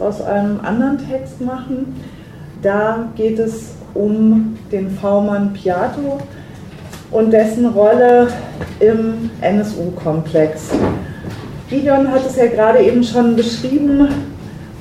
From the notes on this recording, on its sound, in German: Aufnahme von einer Berliner Veranstaltung im Baiz